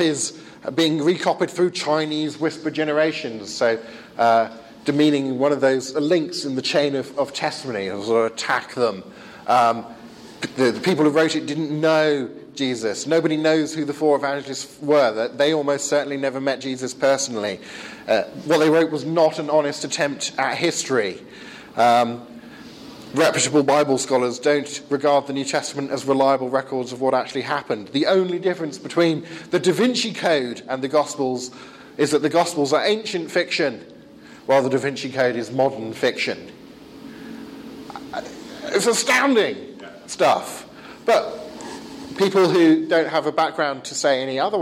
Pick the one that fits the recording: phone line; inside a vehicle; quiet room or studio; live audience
live audience